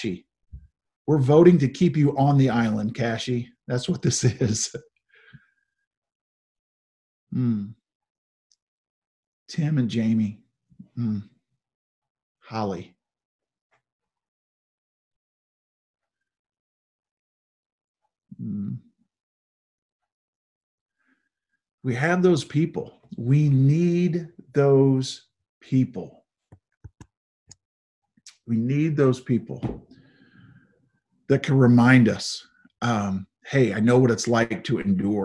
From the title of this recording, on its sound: Zoom Sunday